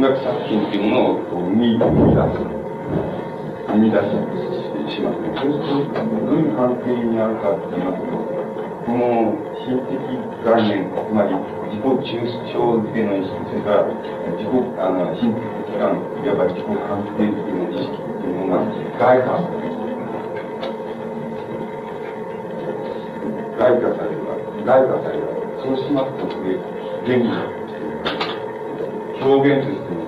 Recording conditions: background noise